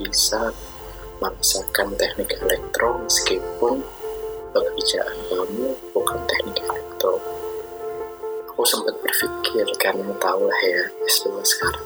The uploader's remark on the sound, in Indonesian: mohon maaf kualitas suaranya masih belum terlalu baik